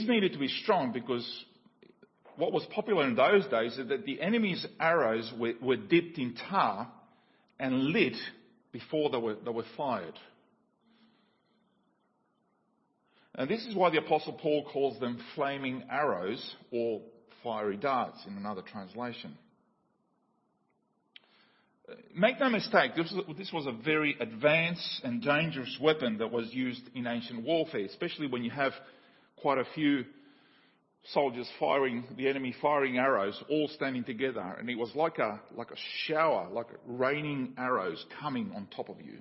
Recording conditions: large echoing room